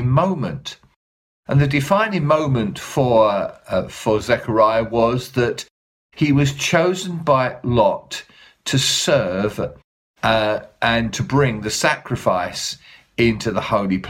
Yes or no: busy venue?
no